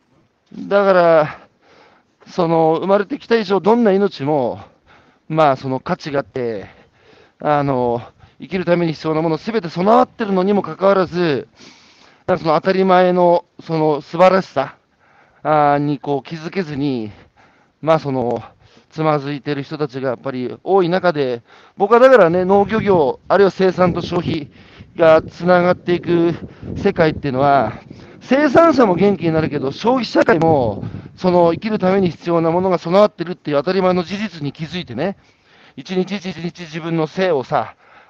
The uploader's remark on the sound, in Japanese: 歩きながら1時間、対談する